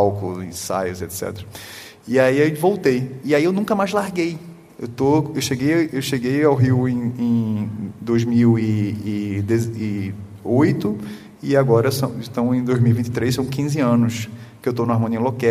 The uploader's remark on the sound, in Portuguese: Nesse episódio, gravado durante o 17º Congresso Brasileiro de Medicina de Família e Comunidade. Intervenções da plateia.